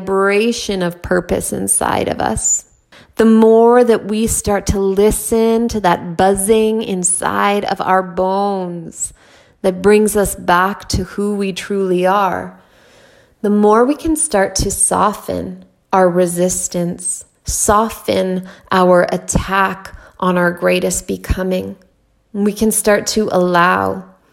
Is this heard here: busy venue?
no